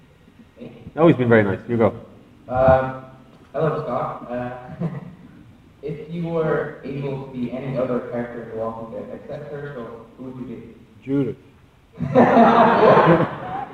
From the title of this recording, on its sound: Panel From Comic Con